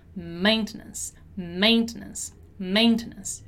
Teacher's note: So the stressed syllable of this word is actually main.